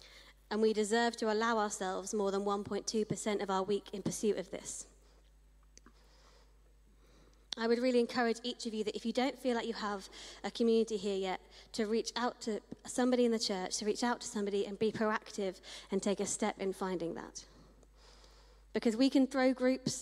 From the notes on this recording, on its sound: Streamed live at St Paul's Shadwell on Sunday, 22 October 2023.